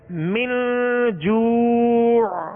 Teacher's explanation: اخفاء کریں گے، یعنی ناک میں آواز کو لے جا کر ظاہر نہیں بلکہ چھپائیں گے